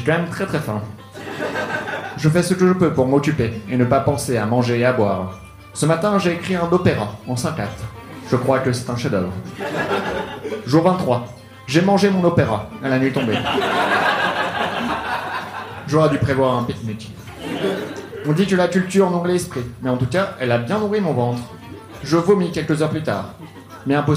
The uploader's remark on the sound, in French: Enregistré en direct et en public à la Soirée Froussin au One More le 29/01/2019